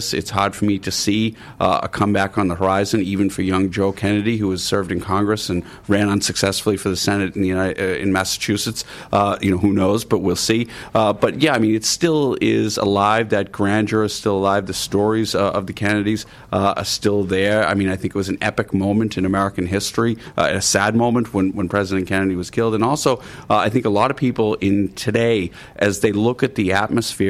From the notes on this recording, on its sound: The Hard Shoulder was LIVE from the Dunbrody Visitor Centre in New Ross for the Kennedy Summer School.